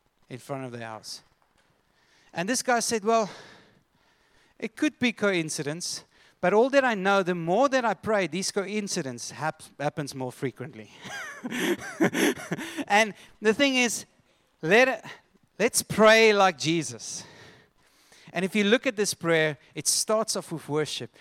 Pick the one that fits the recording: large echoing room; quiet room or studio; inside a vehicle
large echoing room